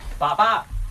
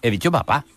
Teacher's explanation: En papá, esa segunda P lleva un poquito de la carga de cómo teníamos la boca en la A, y no será lo mismo entonces la A, que escucharemos a distancia bien, que pronunciaremos cuando lo que hay antes es una P, que la que pronunciaremos cuando lo que hay antes es una B. · Term: coarticulación